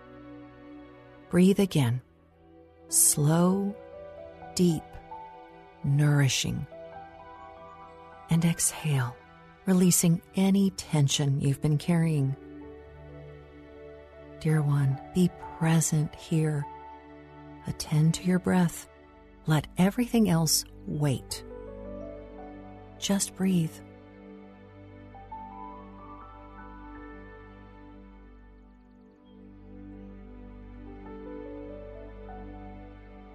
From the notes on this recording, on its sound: Relax to the sounds of a nature bird walk with mindful music.